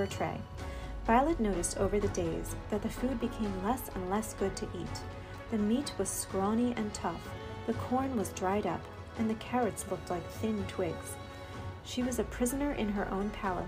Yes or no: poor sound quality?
no